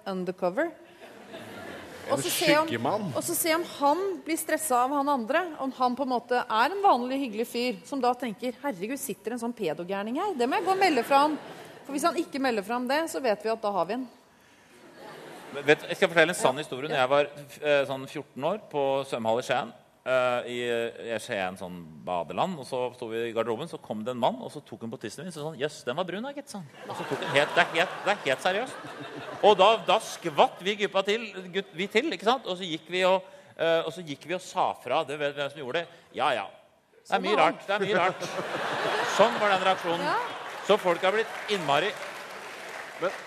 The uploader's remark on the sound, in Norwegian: Live fra Chateau Neuf. Problemer fra salen.